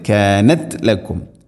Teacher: ഇൻ കാനത്ത് ഇനി കാനത്ത് ലക്കും എന്നല്ല പറയേണ്ടത്, കാനത്ത് ലക്കും തായിനെ ഖൽഖല ചെയ്യരുത്.